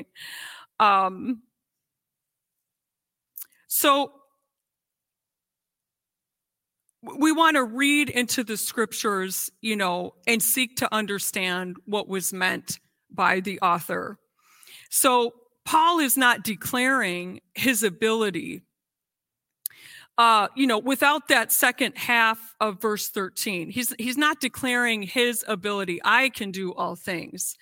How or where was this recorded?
large echoing room